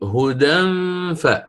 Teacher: ألم أقل هدى ف، يعني انتقلت من الدال المفتوحة، وحكمها هنا يعني كما هو معلوم الإخفاء مع غنة، هذا تنوين، فقلت هدى ف، فعند الوصل زال الألف أو زالت الألف، فحينها لا تقليل